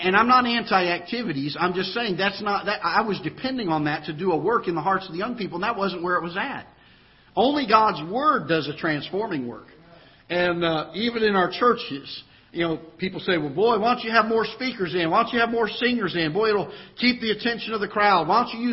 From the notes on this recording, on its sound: Ketha Heights Baptist Church ~ Live Broadcast.